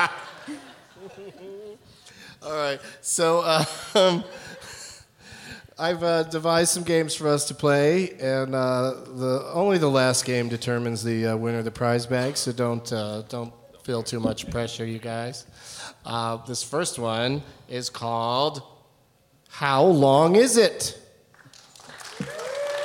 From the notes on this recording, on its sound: Live from SXSW in Austin